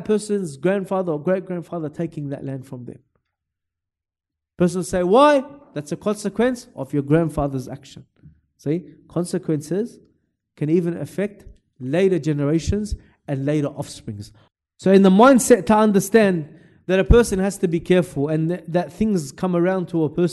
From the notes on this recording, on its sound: LIVE from Masjid Al-Azhar, Belmore.